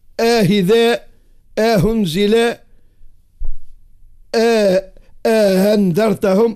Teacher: لكن أنا سمعت الشيخ الدلاعي يرحمه وينعمه أنه ذكر ذلك أبو عمرو الداني وما أدراك، والطوى يقرأ به في جهات في تونس وفي المغرب الأقصى، يسهلوا بينه وبين الهاء في الأنواع الثلاثة: آهذاء، آهنزلاء، آهندرتهم، هكا بين الهمزة والهاء.